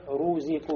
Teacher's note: ро должно быть у нас муфахома, то есть насыщенной и полнозвучной. Также при произношении ро необходимо учесть, в арабском языке отличается ро немножко от русского языка.